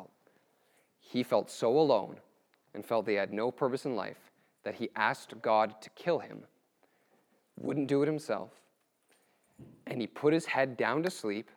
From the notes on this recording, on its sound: April 2018 Q&A at HBCYR - Harvest Youth